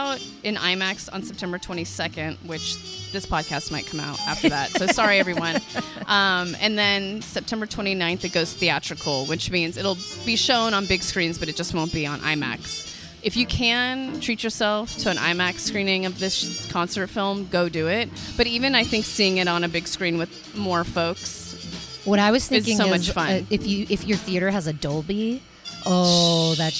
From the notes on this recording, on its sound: LIVE from Old Skool Cafe. Recorded live from one of our favorite restaurants in San Francisco, the Old Skool Cafe , a youth run jazz-themed supper club. The live music- you'll hear for yourself.